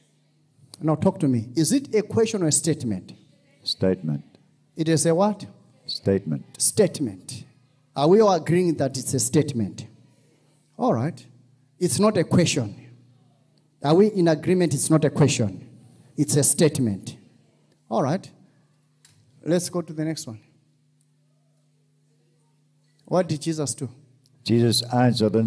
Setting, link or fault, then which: setting, large echoing room